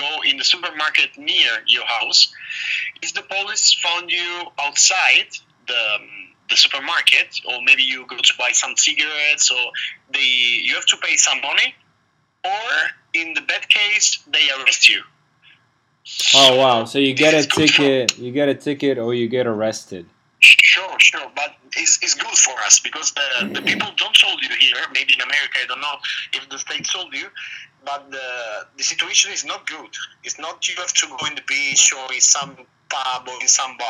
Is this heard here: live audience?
no